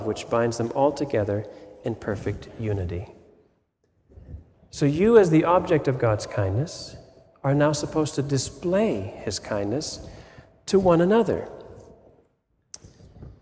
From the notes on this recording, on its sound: Sermon audio from FIBC Copenhagen